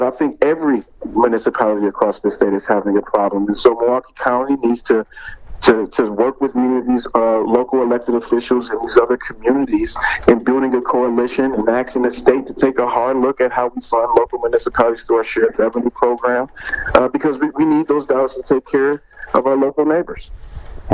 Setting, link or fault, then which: link, phone line